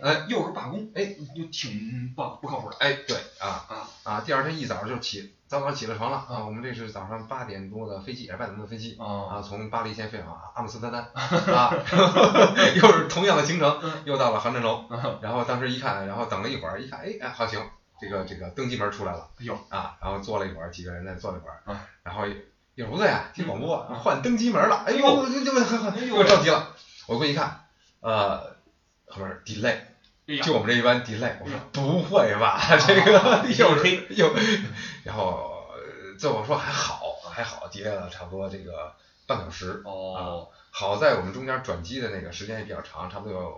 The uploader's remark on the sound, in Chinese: 出门在外没带专业话筒，音质抱歉